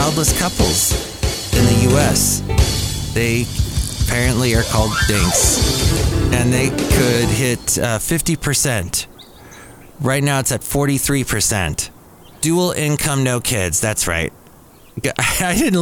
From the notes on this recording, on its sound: Podcasts live from Café Anyway.